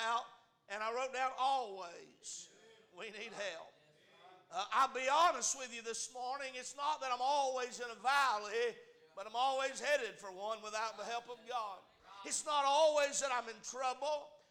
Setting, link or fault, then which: setting, large echoing room